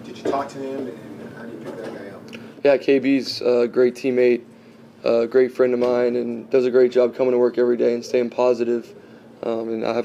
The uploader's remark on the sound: addresses the media during his postgame press conference on Sunday, October 29, 2023